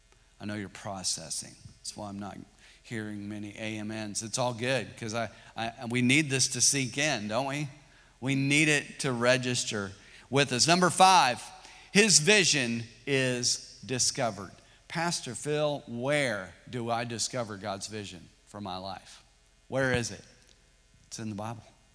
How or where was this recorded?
large echoing room